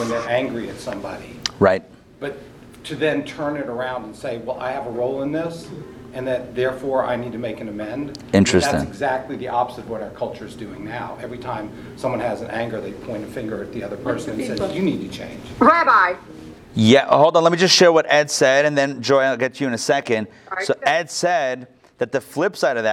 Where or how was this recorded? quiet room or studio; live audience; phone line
live audience